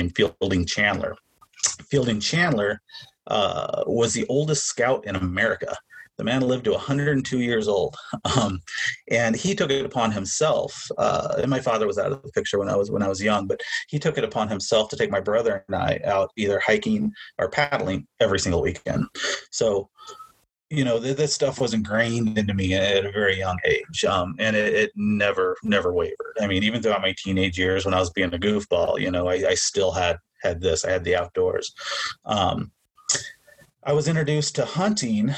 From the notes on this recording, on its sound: We apologize for the tinny sound of this recording